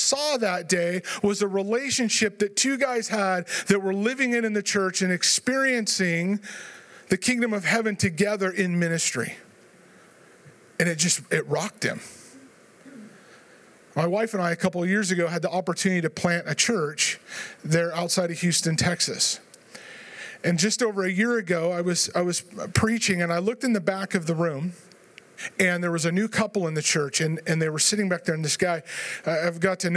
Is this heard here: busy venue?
yes